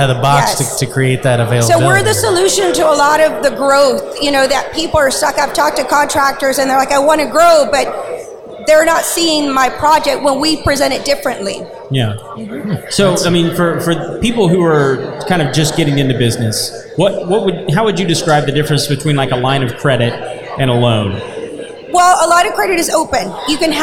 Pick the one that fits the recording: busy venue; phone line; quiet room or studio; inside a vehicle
busy venue